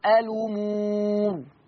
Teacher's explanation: قرأ ورش بنقل حركة الهمز إلى اللام فتقرأ الأمور · Term: النقل